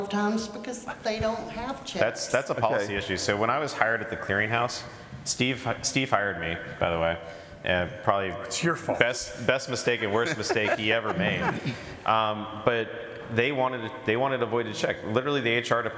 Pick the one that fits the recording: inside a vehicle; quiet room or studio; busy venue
busy venue